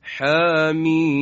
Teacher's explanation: به مثال بعدی توجه بفرمایید که حامیم هست. میم مد لازمه، حامیم، که ما 6 حرکت میکشیم